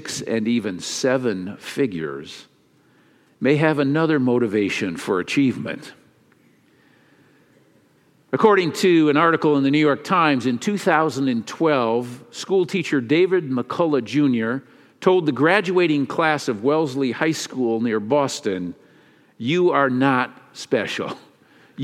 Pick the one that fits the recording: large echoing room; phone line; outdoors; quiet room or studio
large echoing room